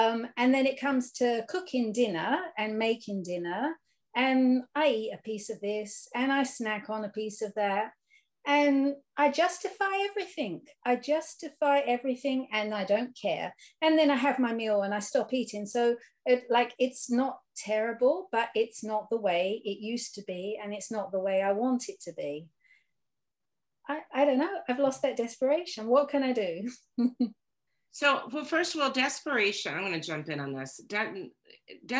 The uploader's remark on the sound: Recorded at Steps 1 - 3 Workshop on June 19th, 2021 Meeting ID: #89009